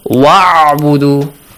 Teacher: you don't pronounce the hamzatul wasl